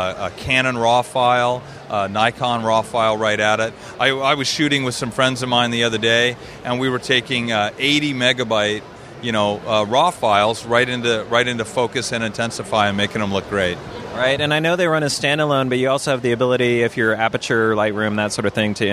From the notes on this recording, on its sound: Macworld/iWorld 2014 (day2). Interviews from the expo floor at Macworld/iWorld 2014.